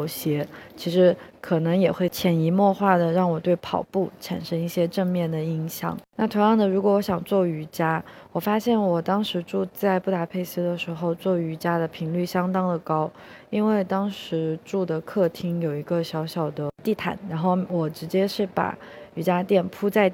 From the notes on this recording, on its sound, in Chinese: 这一期在克罗地亚的杜布罗夫尼克机场录制